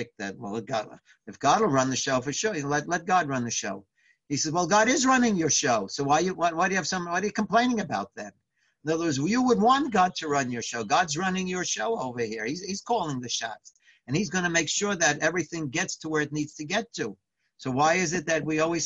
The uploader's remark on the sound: Live On Zoom